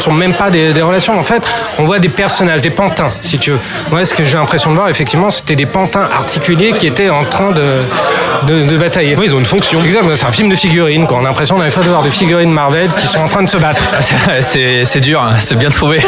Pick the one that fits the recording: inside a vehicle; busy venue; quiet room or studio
busy venue